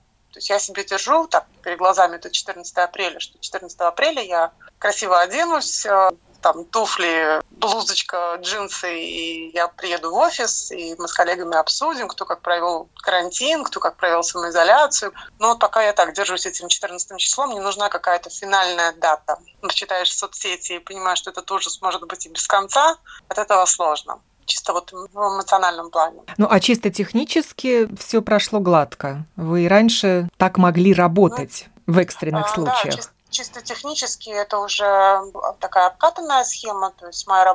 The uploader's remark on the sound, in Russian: Большинство программ мы сейчас делаем из дома. Вместо прямого эфира – записи интервью по телефону, вместо гостей в студии – телефонные собеседники, вместо микрофона – диктофон. А потом – многочасовой монтаж на компьютере.